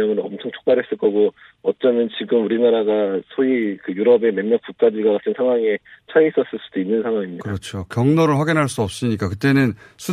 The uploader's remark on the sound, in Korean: 전화연결